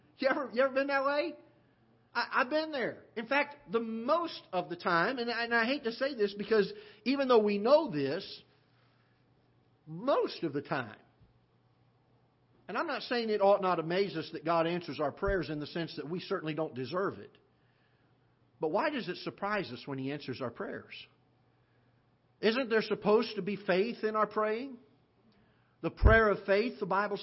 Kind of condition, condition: setting, large echoing room